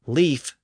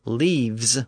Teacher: the F sound became voiced and switched to a V · Shown in: second take · This could happen in the middle of a word, or at the end of a word, like a word ending in an F when it was made plural.